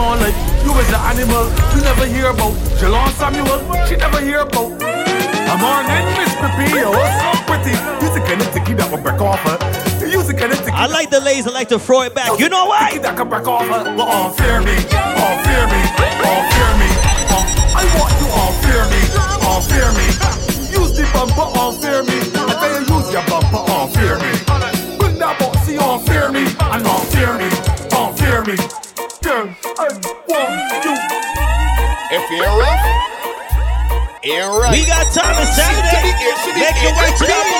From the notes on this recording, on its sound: LIVE AUDIO FROM ROGERS GARDEN WEEKLY SATURDAY VIBES